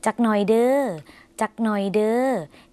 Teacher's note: ลงท้ายลากเสียงหน่อยจะทำให้มีความสุภาพเพิ่มมากขึ้น